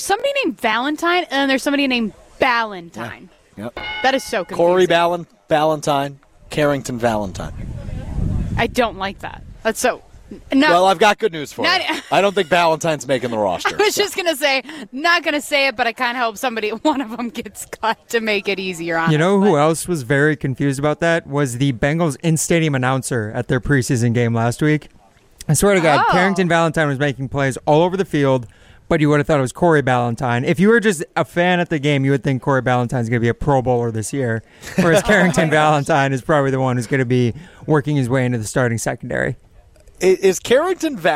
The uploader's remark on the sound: Live from the Pleasant View Golf Course for the Short Game Golf Outing in partnership with Community Around the Children's Hospital.